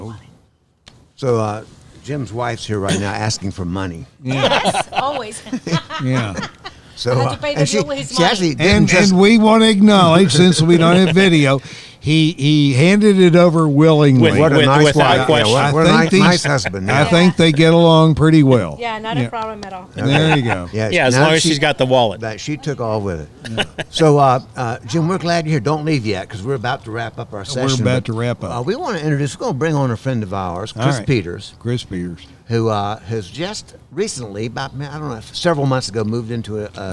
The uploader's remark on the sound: Then we made our first phone call on our recording gear to check in with an old friend up in Maryland. This episode recorded at Southern Appalachian Brewery in Hendersonville, NC.